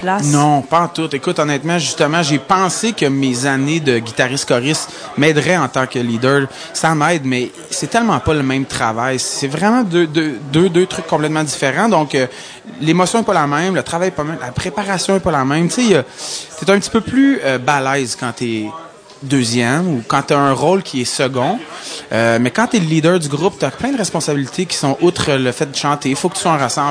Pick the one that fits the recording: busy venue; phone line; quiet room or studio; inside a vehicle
busy venue